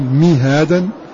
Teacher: بكسر ميم وفتح الهاء وألف بعدها · Term: بالمد